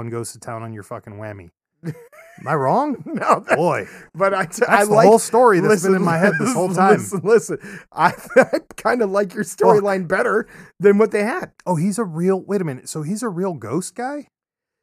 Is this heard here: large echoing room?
no